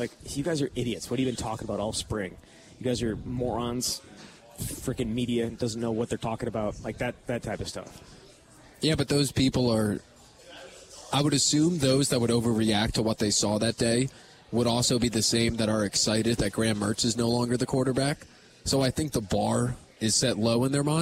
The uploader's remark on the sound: live at Monk's in Sun Prairie